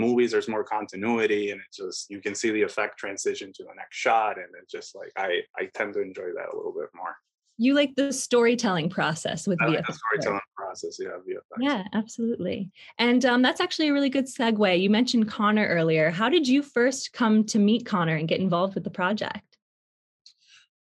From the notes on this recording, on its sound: we sat down over Zoom